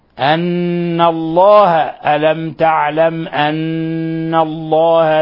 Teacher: لأن اللام والنون مخرجهما قريب، الأن في تقارب بينهما، ولهذا يحذر القارئ من أن يقلب اللام نونا · Term: لام لفظ الجلالة